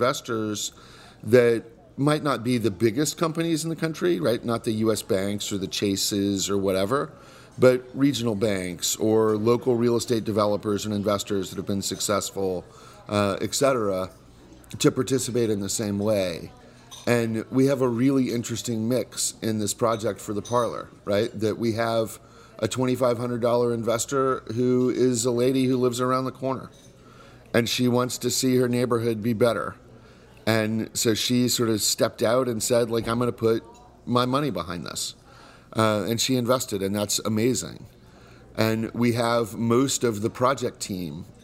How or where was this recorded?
busy venue